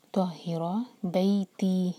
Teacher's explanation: اور یہ ہا سینے سے نکلتا ہے